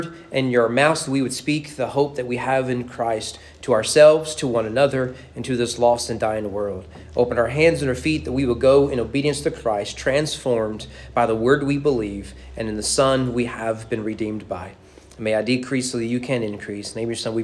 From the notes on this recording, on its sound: Sermon preached at East Frankfort Baptist Church on February 18, 2024 during morning worship.